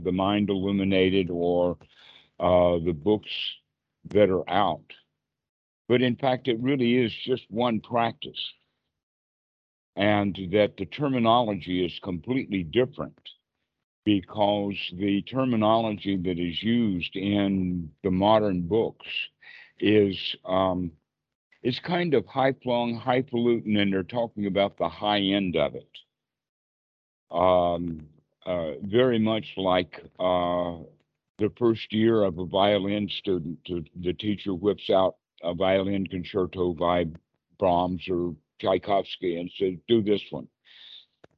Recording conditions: video call